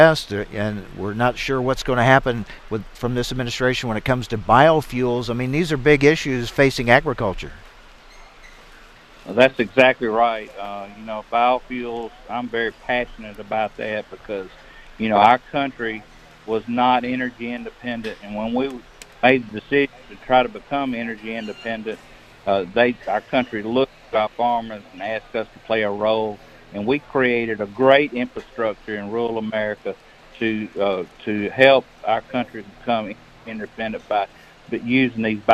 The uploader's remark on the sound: reports live from Husker Harvest Days in Grand Island, NE from the Syngenta tent